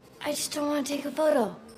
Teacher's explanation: she's not pronouncing the T in the word just, and that is okay, especially when you connect it to another word that starts with a consonant.